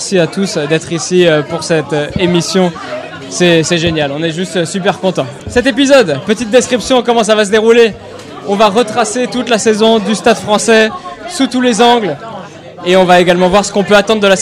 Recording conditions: busy venue